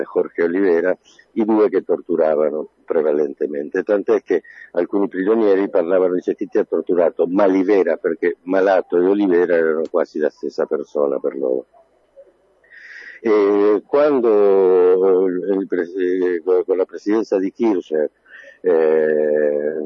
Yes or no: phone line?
yes